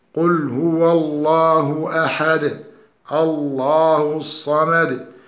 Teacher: فلفظ الجلالة الثانية لامها مرققة لأنها سبقت بكسر عارض على التنوين للتخلص من التقاء الساكنين · Term: ترقيق اللام